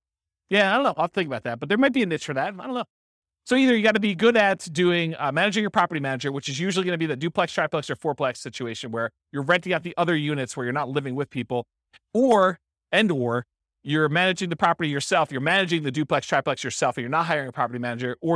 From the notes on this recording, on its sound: This was a live class recorded